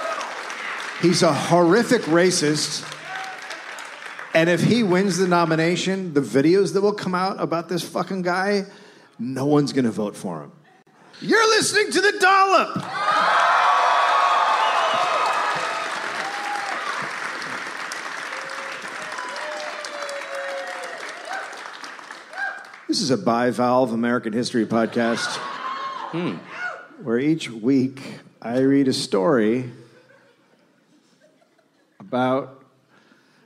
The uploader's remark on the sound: Recorded live at the San Jose Improv.